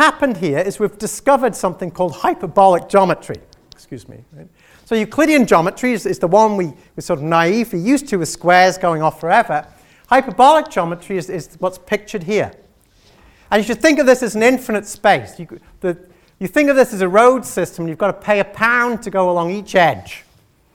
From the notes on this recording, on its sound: gave this Inaugural Chairman's Public Lecture